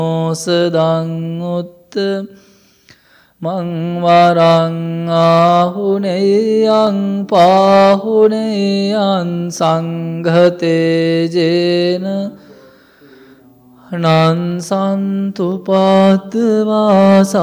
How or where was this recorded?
large echoing room